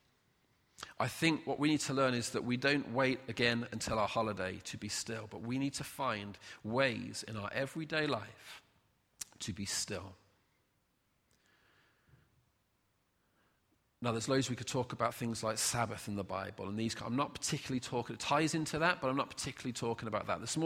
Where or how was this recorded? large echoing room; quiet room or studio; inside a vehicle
large echoing room